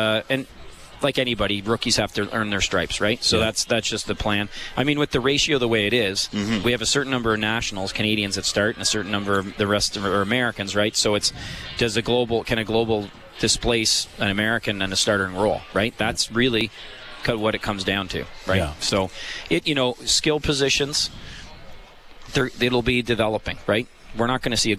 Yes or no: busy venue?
yes